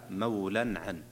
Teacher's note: إظهار حلقي، لأنه تنوين جاء بعد حرف العين، والعين من حروف الإظهار